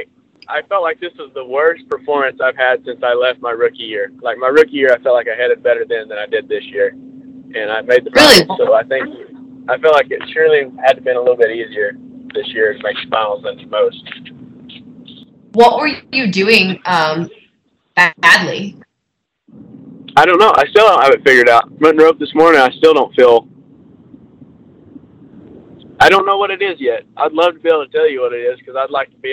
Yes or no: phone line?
yes